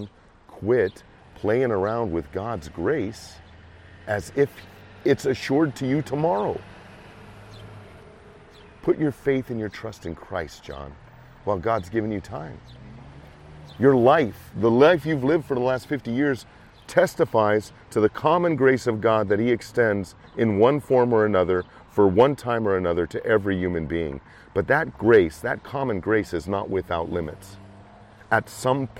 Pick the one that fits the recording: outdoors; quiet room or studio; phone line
outdoors